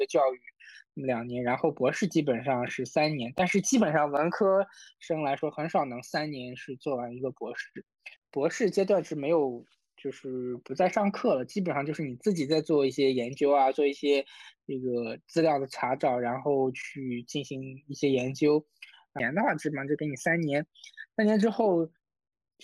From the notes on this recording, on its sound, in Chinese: 由于疫情的原因，本期节目采取了远程录音的形式。我们对以此带来音频质量有所下降的问题感到抱歉，谢谢你的谅解。